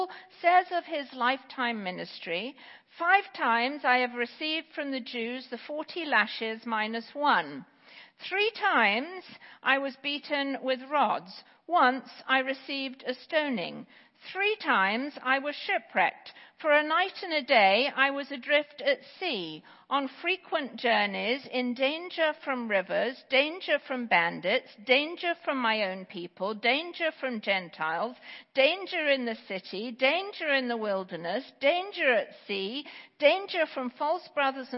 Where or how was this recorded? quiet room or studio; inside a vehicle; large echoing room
large echoing room